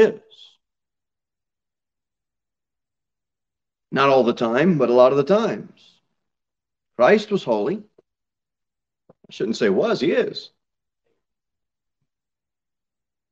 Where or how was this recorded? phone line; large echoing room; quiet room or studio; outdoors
large echoing room